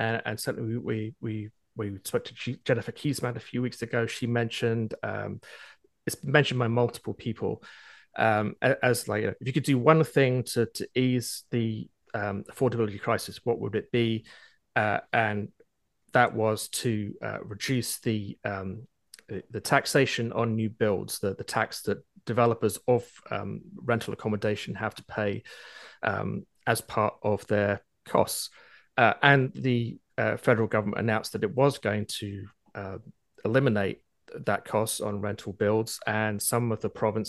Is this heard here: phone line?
no